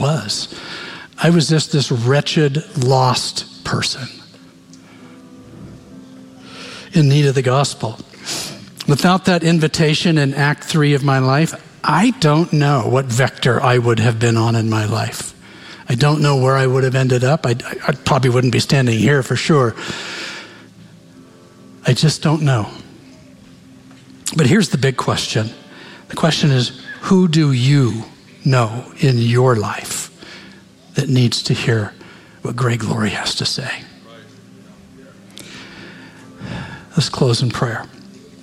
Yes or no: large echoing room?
yes